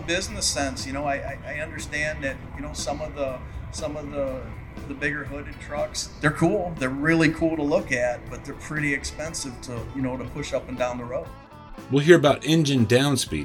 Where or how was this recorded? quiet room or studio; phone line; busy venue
busy venue